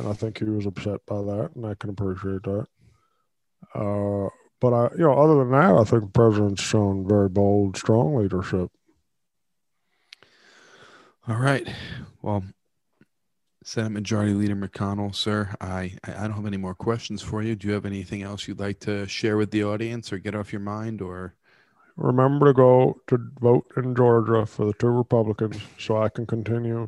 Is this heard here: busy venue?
no